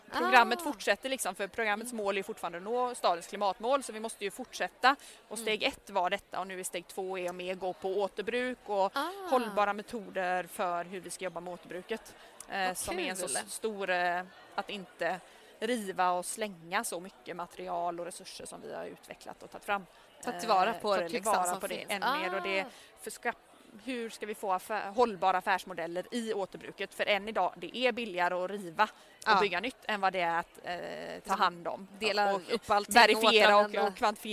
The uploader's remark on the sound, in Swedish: Live-podd från Ingenjörsdagen i GBG och Luleå. Som spelades in live på Ingenjörsdagarna i Göteborg och Luleå.